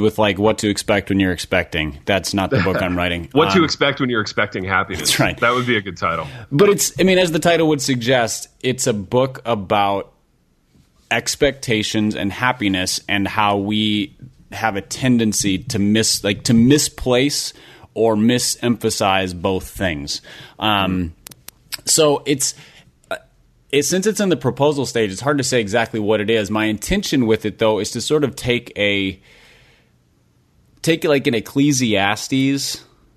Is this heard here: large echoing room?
no